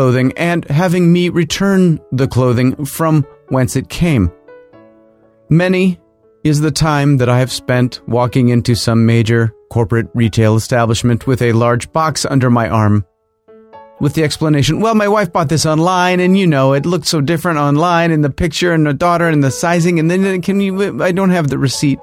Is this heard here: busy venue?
no